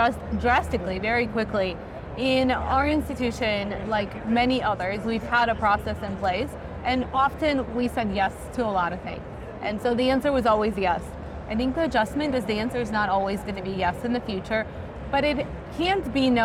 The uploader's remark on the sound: Interview in Action live from HIMSS 2023